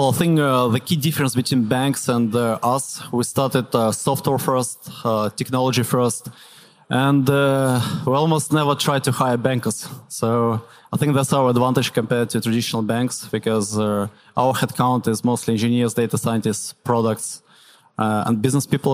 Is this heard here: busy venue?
yes